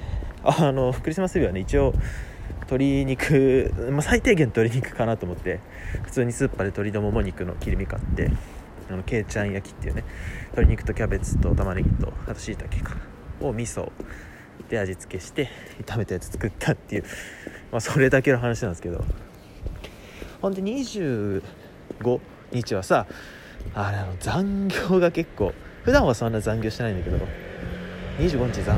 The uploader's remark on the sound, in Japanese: 歩きながら外で録っているので、雑音とか入っちゃってごめんなさいね。